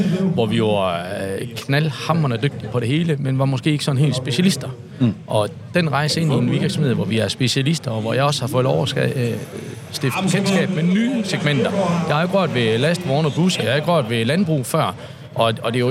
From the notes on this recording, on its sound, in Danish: Ægte racestemning fra NDI's stand ved CHGP 2023. I denne episode er podcasten taget til CHGP 2023 og har fået plads på NDI's stand. Med ægte stemning af race og lyd fra de hurtige biler. Copenhagen Historic Grand Prix.